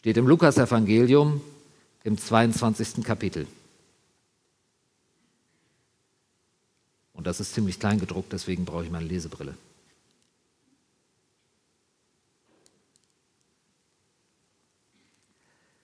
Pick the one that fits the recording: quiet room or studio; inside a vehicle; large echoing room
large echoing room